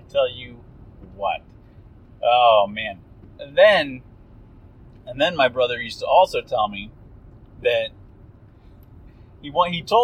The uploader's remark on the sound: Drive Time Special! Apologies for the audio, listen at your own risk.